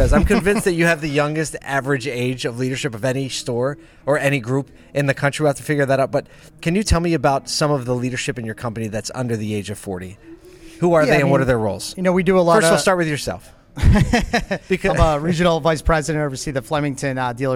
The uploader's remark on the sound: ASOTU was on the ground during the Ciocca Dealerships Flemington and Southern Region Fixed Ops Celebration Dinner in December 2022